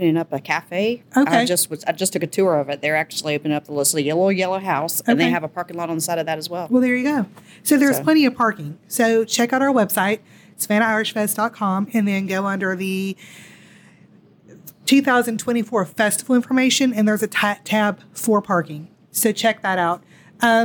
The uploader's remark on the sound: This FESTIVE episode is ON LOCATION at Billy's Place at McDonough's Restaurant and Lounge! In SAVANNAH.